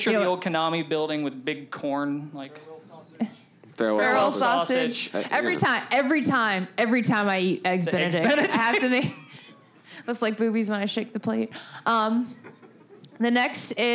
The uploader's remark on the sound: Live Panel at MGSCON. Live from MGSCON, the gang meets in person for the first time and does their first panel!